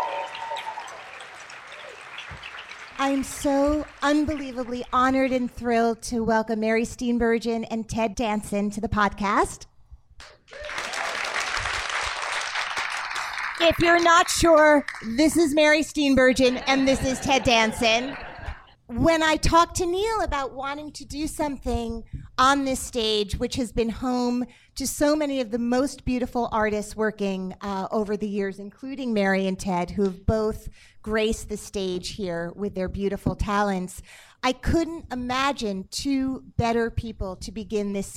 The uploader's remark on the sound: Live from the Atlantic Theater Company. Hosted her Little Known Facts podcast on stage at The Atlantic Theater Company.